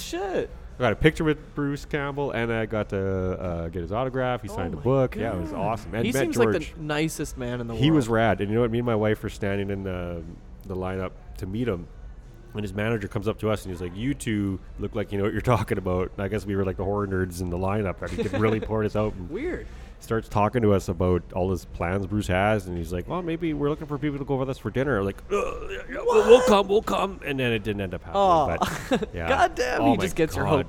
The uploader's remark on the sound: we go live from The Park Theatre for Cult Movie Night #2